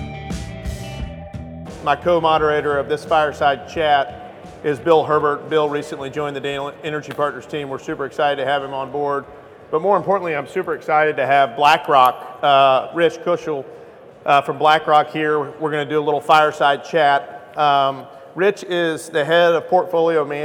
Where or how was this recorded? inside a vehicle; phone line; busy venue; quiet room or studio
busy venue